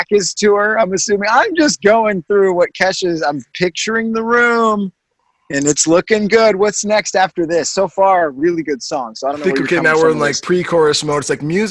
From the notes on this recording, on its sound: back via Zoom